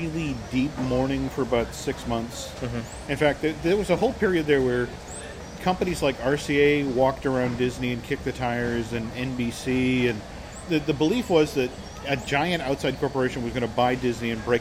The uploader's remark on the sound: Recorded last week at the Magic Kingdom